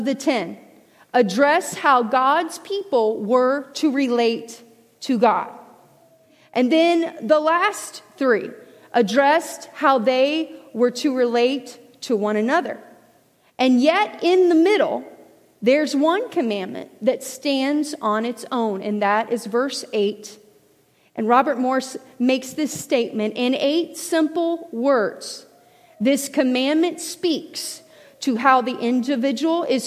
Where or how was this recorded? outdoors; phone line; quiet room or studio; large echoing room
large echoing room